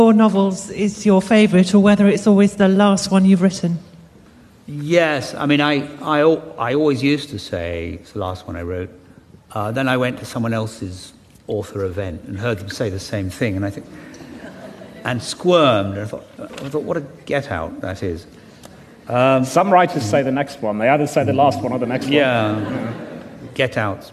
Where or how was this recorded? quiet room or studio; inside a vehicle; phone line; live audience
live audience